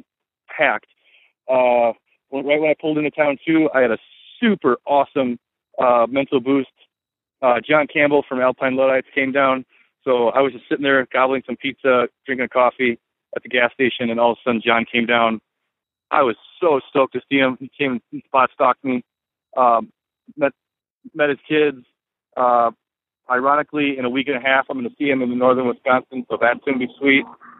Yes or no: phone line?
yes